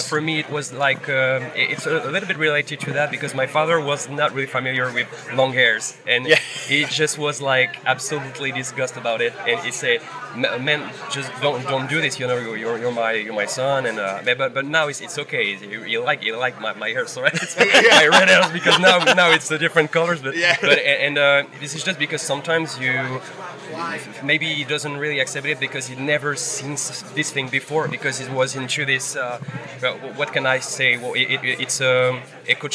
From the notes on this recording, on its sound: From our 'Live from Bloodstock 2023' series.